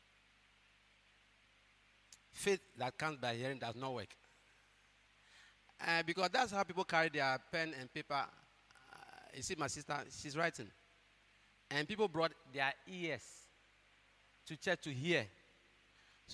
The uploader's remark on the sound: preached at God's Haven Ministries, The Purpose Assembly on Sunday 04th June, 2023.